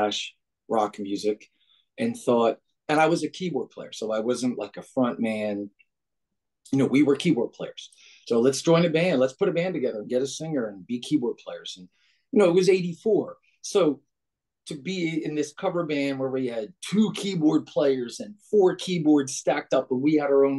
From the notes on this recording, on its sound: Zoom conversation